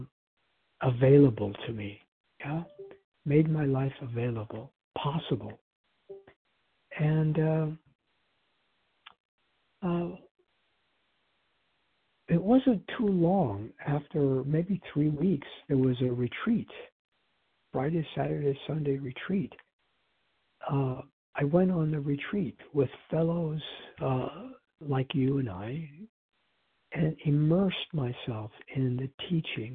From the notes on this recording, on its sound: 100 Pounders Phone Meeting, 1/22/24.